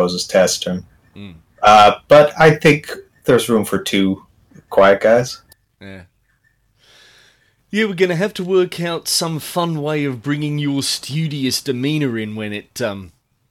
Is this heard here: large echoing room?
no